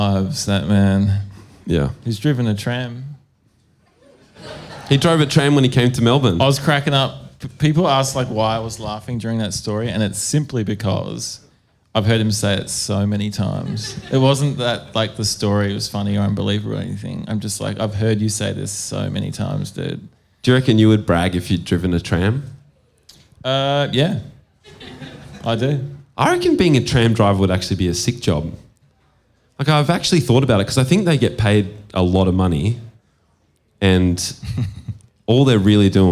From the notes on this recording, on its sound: Live at Lulie. We're still live in Naarm.